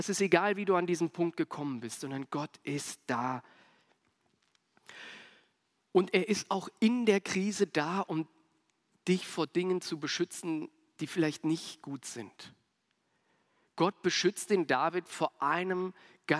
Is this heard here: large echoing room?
yes